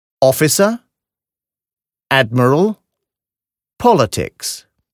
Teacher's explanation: Aber auch Wörter anderen Ursprungs, zum Beispiel aus dem Griechischen, Lateinischen oder Französischen mit bis zu drei Silben werden im Englischen meist auf der ersten Silbe betont, im Gegensatz zum Deutschen. · Term: Wortbetonung